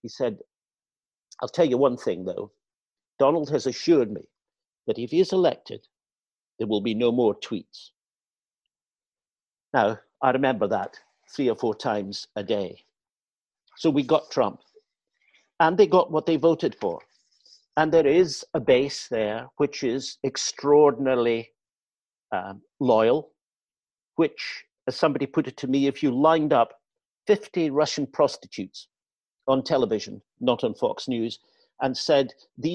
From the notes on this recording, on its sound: Recorded from the first online 5x15 event on April 20th 2020